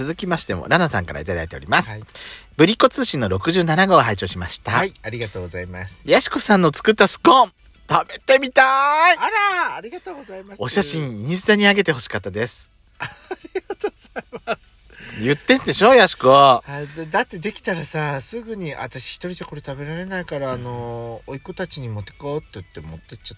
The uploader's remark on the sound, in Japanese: 2人組。パーキング収録。